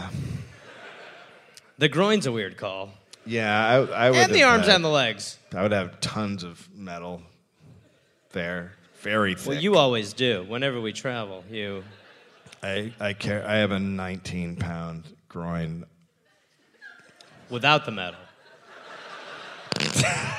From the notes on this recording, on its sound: Recorded live in Perth, Australia.